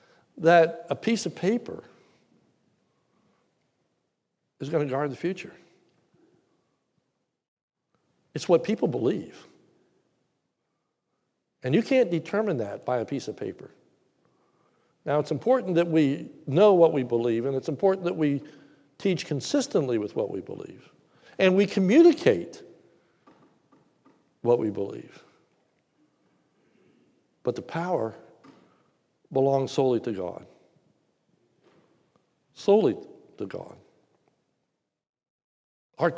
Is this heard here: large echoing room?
yes